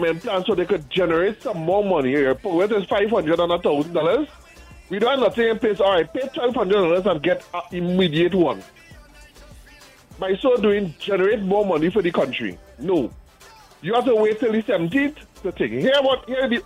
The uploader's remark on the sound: we take more calls from the audience